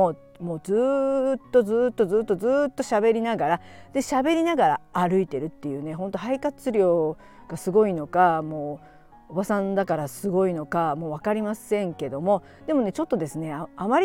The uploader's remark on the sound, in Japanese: 京都で、歩きながらおしゃべりして最高。